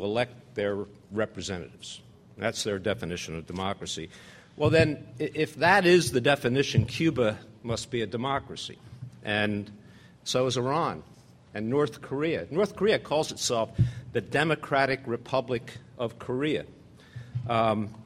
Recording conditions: live audience